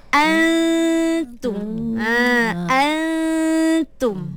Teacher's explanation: kekalkan dengung tu. Cuma kita buangkan nun tu. Kita tak nak ada sebutan jelas pada nun. · Term: ikhfa